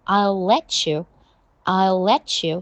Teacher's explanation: T 和 you 在一起，要变成 chew。 · Term: 连读